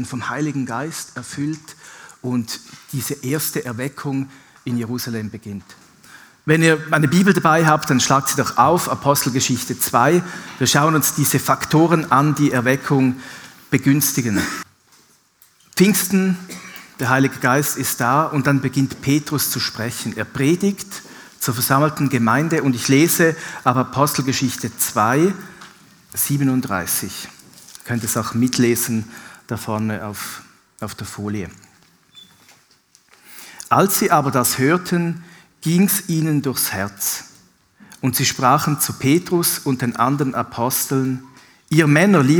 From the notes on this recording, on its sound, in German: Live aus Winterthur der Dienstagsgottesdienst